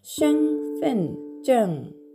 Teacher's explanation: 第一声、高く平たく伸ばす音になります。